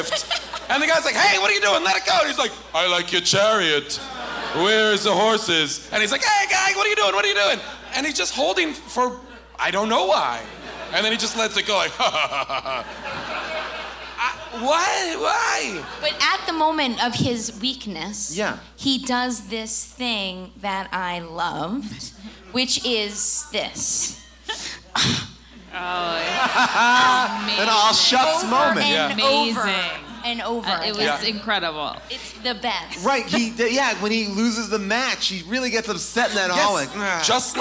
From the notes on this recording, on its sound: Recorded LIVE from Irving Plaza in New York